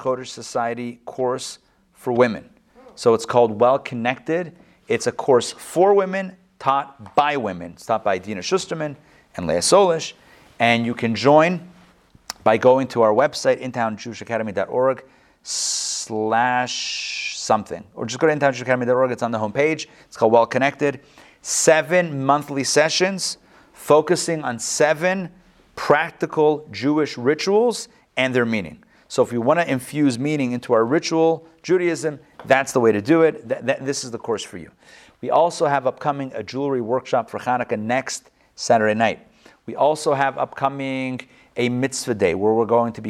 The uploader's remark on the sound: Recorded live at the Intown Jewish Academy.